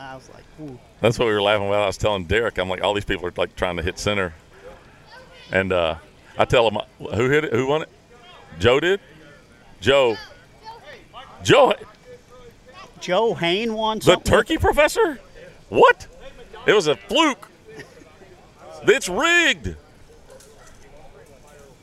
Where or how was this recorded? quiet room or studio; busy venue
busy venue